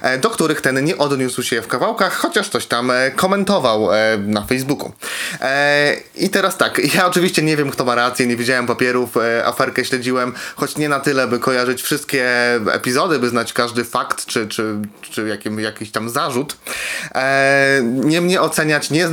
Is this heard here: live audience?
no